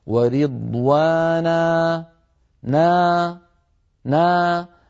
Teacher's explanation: فنجد صوت الألف يضعف ويتلاشى ويتخامد شيئا فشيئا، لا ينبتر بترا مفاجئا